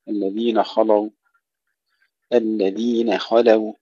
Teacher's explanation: مثل الذين خلوا، يكثر هنا الخطأ في ترقيق تفخيم النون أو تفخيم اللام، الذين خلوا، الذين خلوا، الخاء مفخمة قبلها النون مرققة بعدها اللام أيضا مرققة